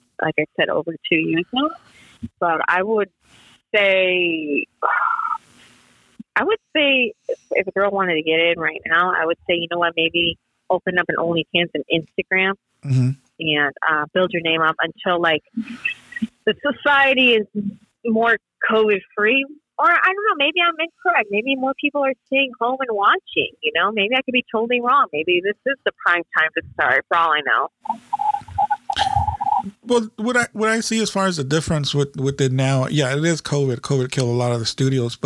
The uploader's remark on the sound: We had to make this a phone interview due to COVID, but still very interesting.